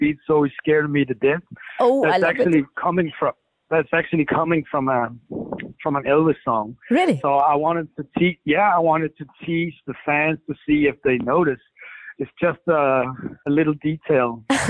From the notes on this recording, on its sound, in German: Telefoninterview